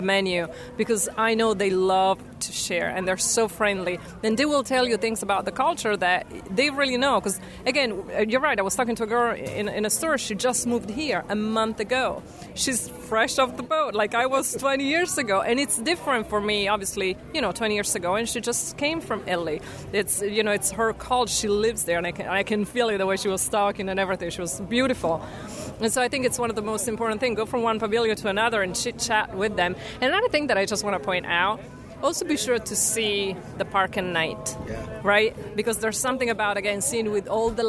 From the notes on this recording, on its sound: For this episode, I was joined by a friend from Italy who helps to compare and contrast the pavilion with the country. Recorded live as we wandered through the pavilion.